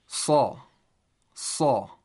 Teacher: Sad has a characteristic of isti'la and also itbaq.